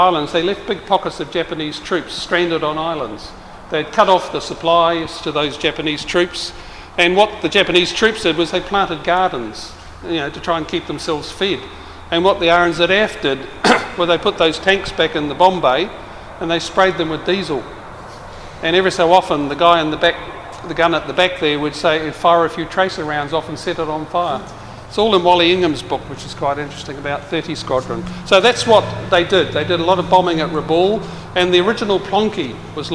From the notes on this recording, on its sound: Forum Meet At Biggin Hill Hangar RNZAF Base Ohakea 2012. This is a recording of the really fascinating talk.